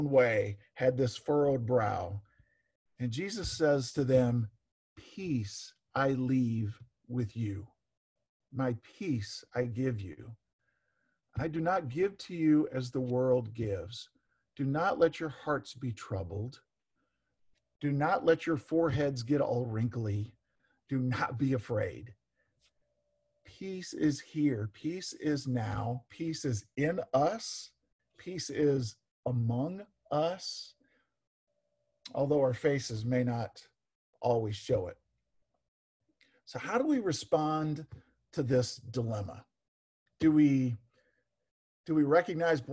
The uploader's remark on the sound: Zoom Sunday (Audio)